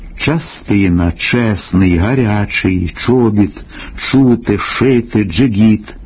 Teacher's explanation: Шиплячі приголосні в українській літературній мові загалом тверді, набагато твердіші, ніж у російській мові, хоч трохи м'якші порівняно з білоруськими.